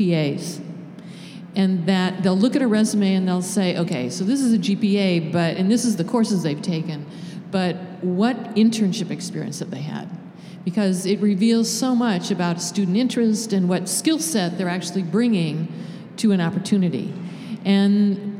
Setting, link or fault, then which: setting, live audience